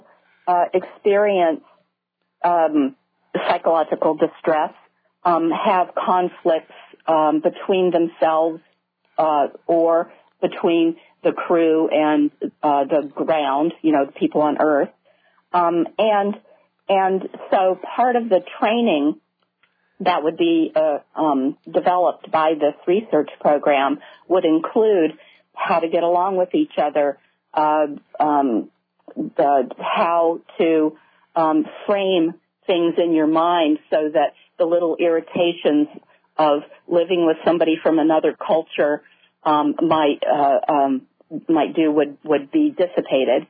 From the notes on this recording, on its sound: This was an excellent discussion with good emails and listener phone calls.